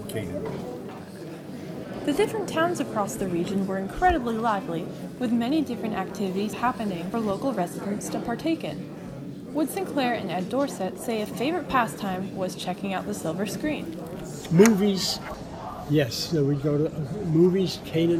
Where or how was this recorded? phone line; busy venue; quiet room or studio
busy venue